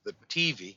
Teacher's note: we emphasize the first syllable, but it's the TV.